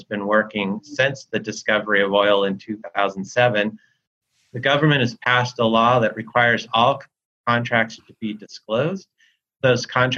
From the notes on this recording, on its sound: As part of a live webinar hosted in partnership with the Catholic Peacebuilding Network, part of Notre Dame’s Kroc Institute for International Peace Studies.